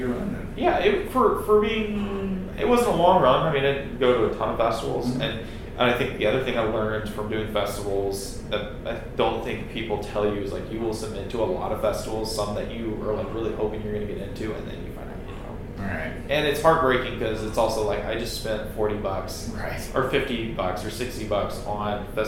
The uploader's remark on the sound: We had an issue with our digital recorder, so, unfortunately, the audio quality for this one isn't great. Please overlook the room noise.